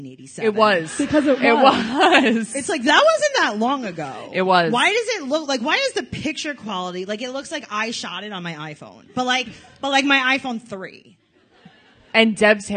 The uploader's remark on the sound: LIVE in NYC. With a live studio audience in NYC!